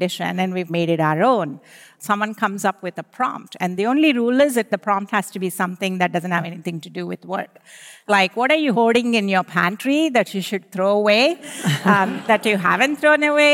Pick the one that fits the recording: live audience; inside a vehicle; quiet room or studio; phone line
live audience